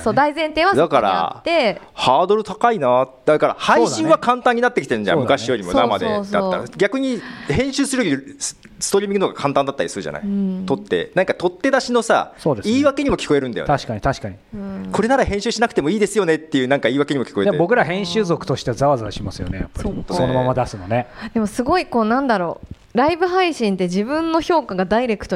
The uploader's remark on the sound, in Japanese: 初の公開収録。公開収録の模様。